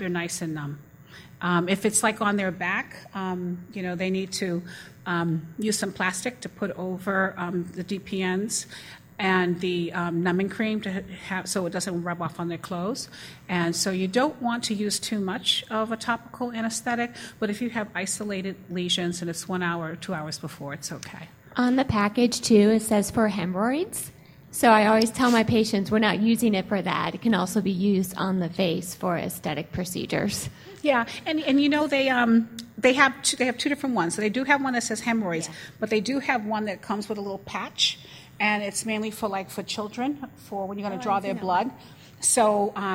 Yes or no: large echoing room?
yes